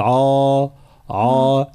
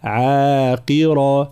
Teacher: الانتباه إلى ترقيق العين بلا مبالغة · Shown in: second take